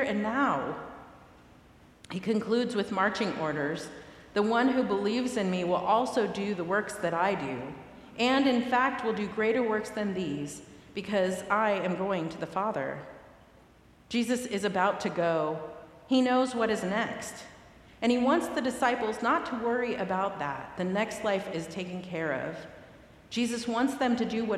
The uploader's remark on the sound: Recorded live at the 10:00am service.